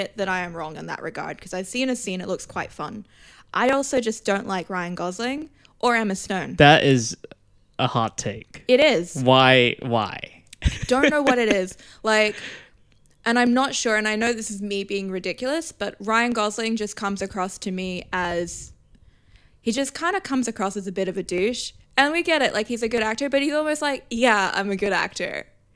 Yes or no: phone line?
no